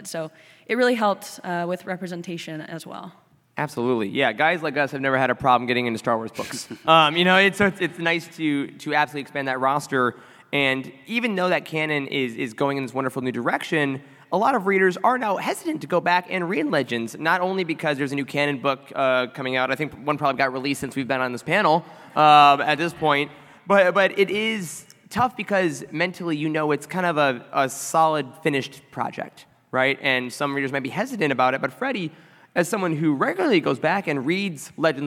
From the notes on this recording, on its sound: Youtini had the incredible privilege to host a panel at Star Wars Celebration in May 2022. The sound guys were kind enough to help us save the audio which we are now able to share with you. Enjoy this recording of our panel on the Fan Stage at Star Wars Celebration!